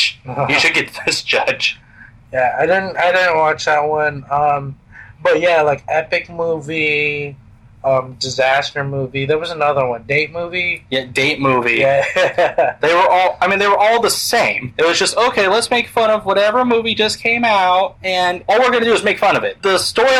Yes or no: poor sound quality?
yes